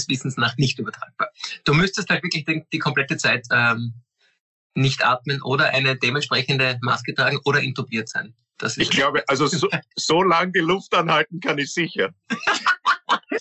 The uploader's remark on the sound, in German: Eigentlich sollten die Drei ja um diese Zeit auf der Bühne stehen. Indem sie einander via Skype am Abend beim Reden zusehen.